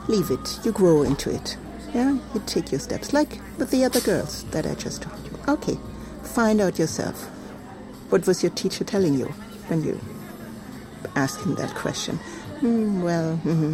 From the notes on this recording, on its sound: Recorded at Spielart Festival, 2019, Munich (DE)